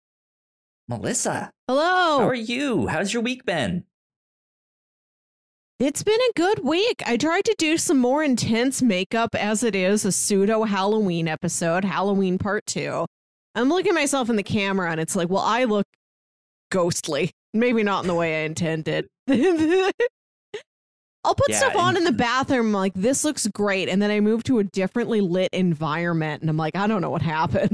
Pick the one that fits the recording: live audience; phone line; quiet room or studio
quiet room or studio